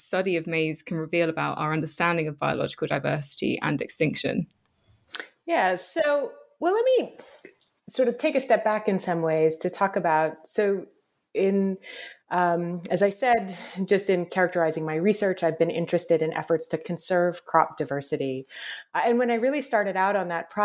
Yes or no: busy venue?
no